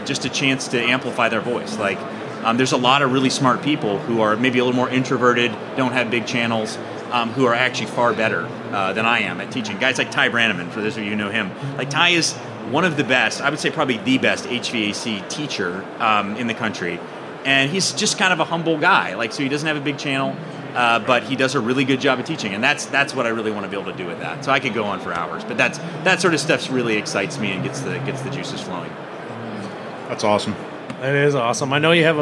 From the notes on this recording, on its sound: Live from AHR Expo in Chicago